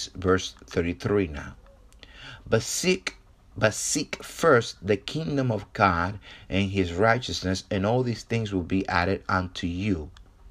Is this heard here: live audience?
no